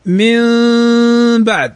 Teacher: وإنما الإقلاب أن تقول من بعد ما تضم الشفتين، تجعل بينهما شيئا من الفجوة، من بعد. وأيضا الغنة لا تمططها وإنما تأتي بها مع شيء من الإخفاء.